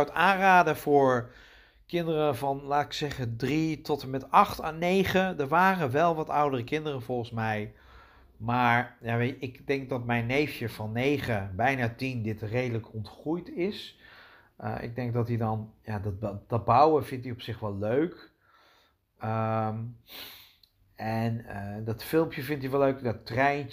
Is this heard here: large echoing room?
no